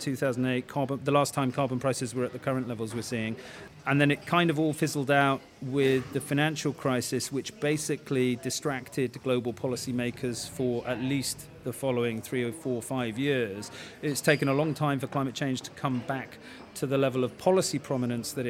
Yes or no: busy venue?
yes